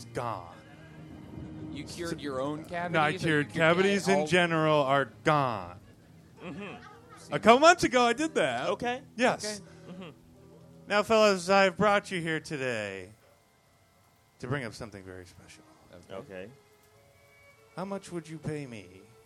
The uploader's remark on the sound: Recorded at Union Hall Oct 24, 2017